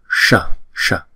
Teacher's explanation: Adyushite. Chữ S có dấu nặng là cong lưỡi lại và búng ra